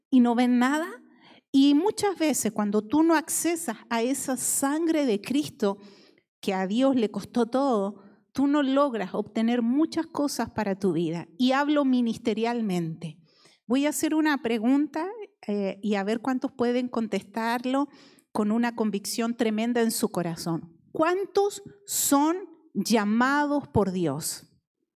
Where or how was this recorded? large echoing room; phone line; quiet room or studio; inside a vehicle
large echoing room